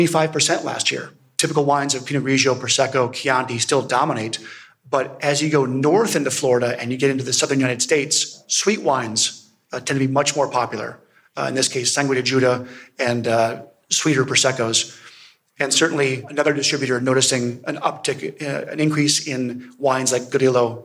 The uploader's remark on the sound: We present the session recordings from the wine2wine Business Forum 2023. Recorded during the Forum held in Verona in November 2023. Wine2wine Business Forum is an international wine business event, held annually in Verona, Italy since 2014.